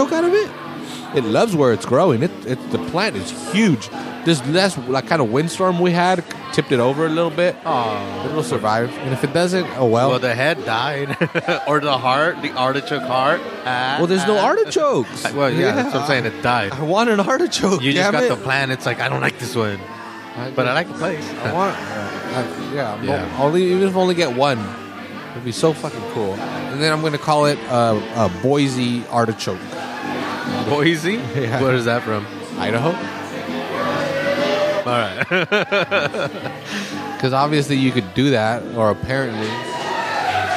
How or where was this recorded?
busy venue